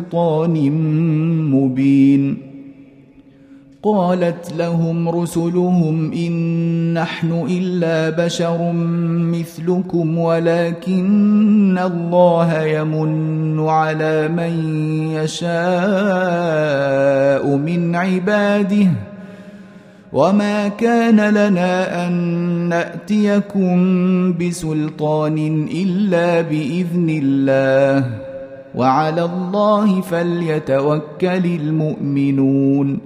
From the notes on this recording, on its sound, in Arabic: مسجل من صلاة التراويح بمسجد السلام بحي مشرفة بجدة.